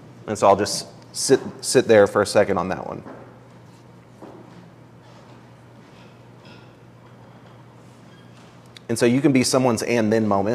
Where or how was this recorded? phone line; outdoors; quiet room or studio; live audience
live audience